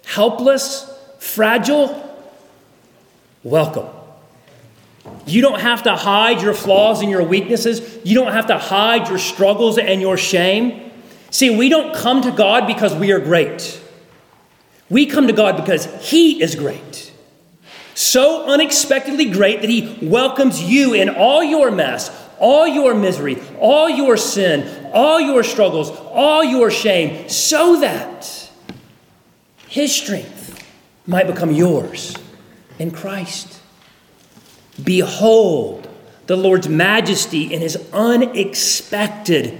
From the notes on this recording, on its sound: at Arlington Baptist Church in Arlington, Virginia